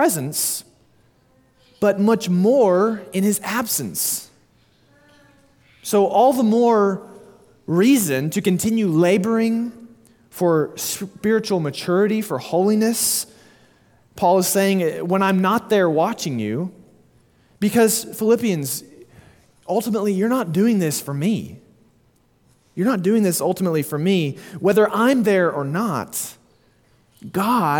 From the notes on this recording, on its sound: Sermon delivered at Immanuel Baptist Church in Springdale, AR on June 4, 2023.